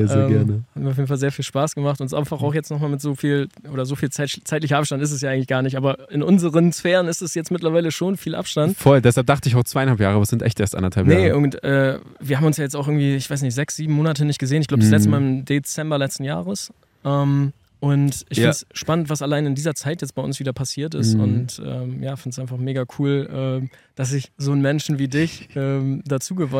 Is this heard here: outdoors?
yes